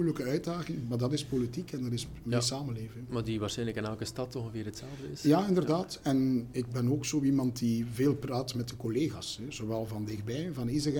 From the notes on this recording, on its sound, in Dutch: Deze aflevering werd live opgenomen tijdend het #IRSL evenement.